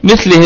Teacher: الثاء هذه فيها الرخاوة وفيها الهمس · Term: همس ورخاوة